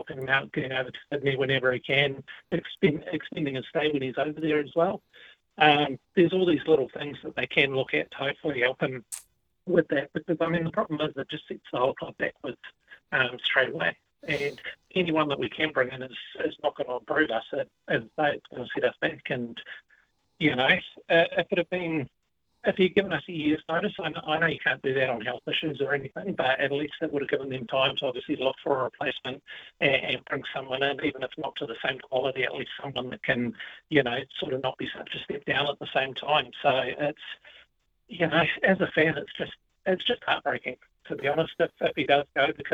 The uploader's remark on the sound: opens up the phone lines to see what listeners think